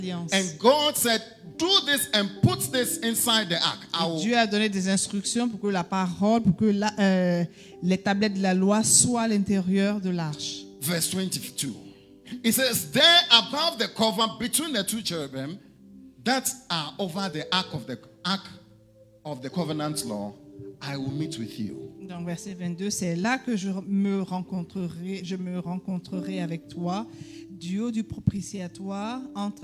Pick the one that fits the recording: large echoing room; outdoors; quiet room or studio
large echoing room